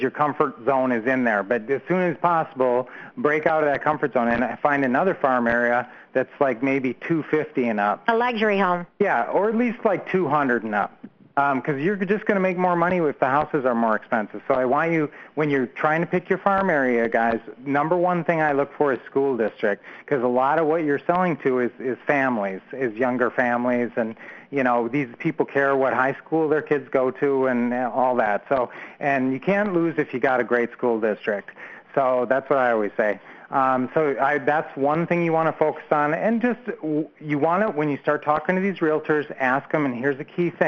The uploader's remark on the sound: 2014-07-14 Q&A Call